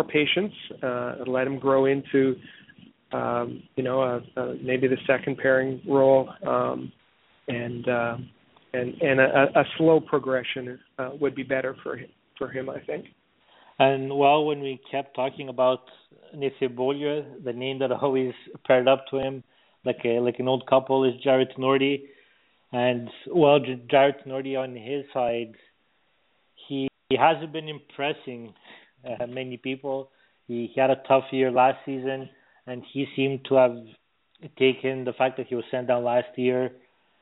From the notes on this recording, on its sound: We take your phone calls.